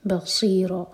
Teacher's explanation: صاد heavy اور را heavy اور را دو حرکہ لمبا